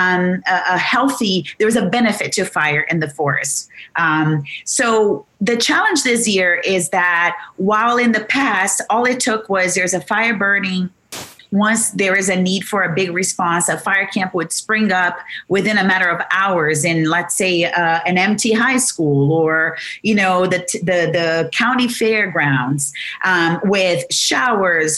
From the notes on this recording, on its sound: this Zócalo/Huntington-USC Institute on California and the West event was held on Zócalo’s YouTube and Twitter channels.